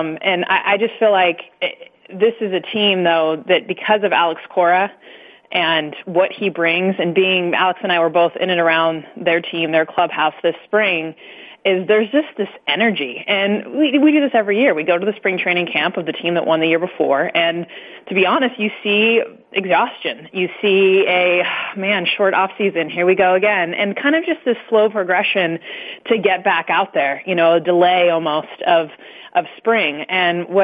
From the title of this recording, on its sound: MLB Conference Call